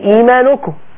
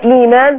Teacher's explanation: إيمان لما وردت في سياق الآية الكريمة قل بئس ما يأمركم به إيمانكم، الإيمان هنا بكسر الهمزة والياء المادية